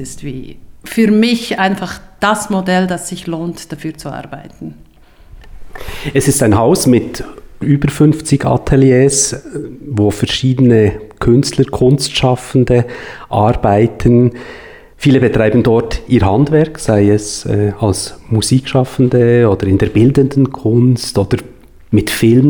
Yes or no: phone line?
no